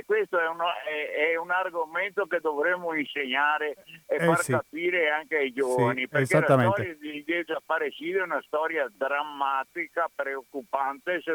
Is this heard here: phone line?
yes